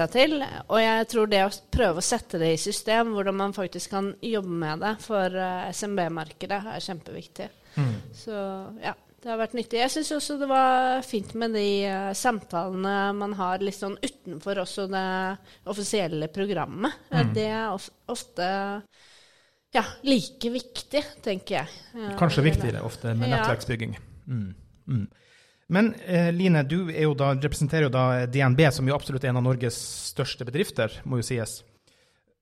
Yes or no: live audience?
yes